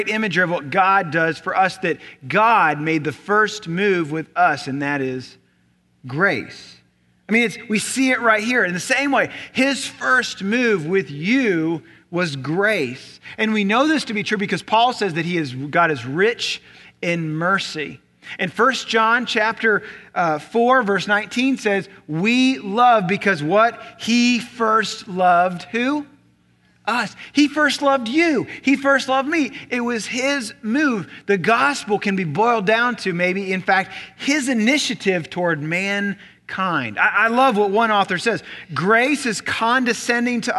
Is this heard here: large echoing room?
yes